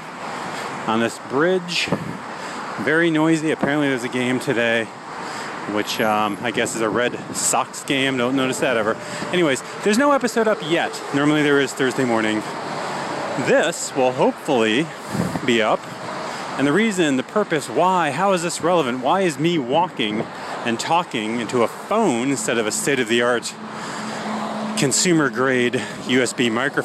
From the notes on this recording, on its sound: Recorded on the way to an AM showing. But, as you can hear here, just getting the cinema is an event in itself.